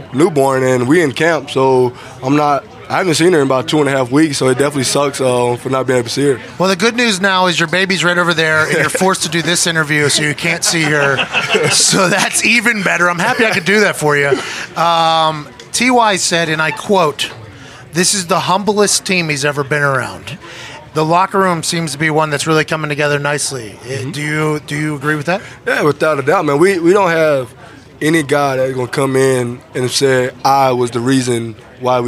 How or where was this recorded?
outdoors